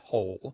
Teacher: that L at the end of the syllable is what is known as a dark L. So the physical act of pronouncing that dark L kind of requires the back of the tongue to raise toward your soft palate.